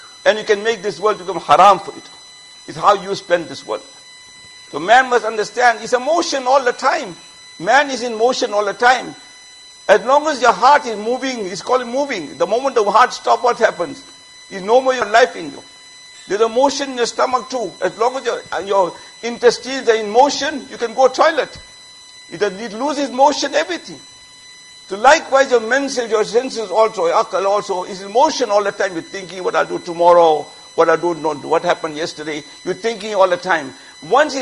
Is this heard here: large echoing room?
yes